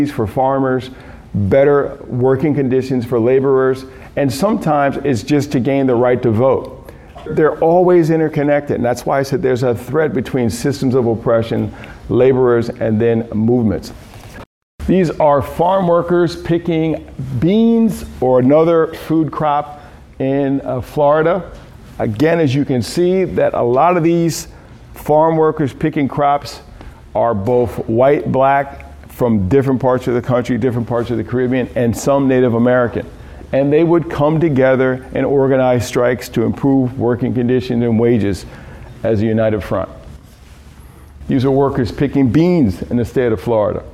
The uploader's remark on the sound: Key Note delivered at a Food Justice Symposium, March 30, 2019, Phillips Academy Andover, Massachusetts.